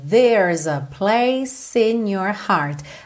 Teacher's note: Atenção como place fica ligadinho no in. Esse play é um pouco mais alongado, né?